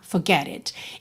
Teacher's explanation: Aqui fica forget it, forget it. Você nem tem traço ali da letra R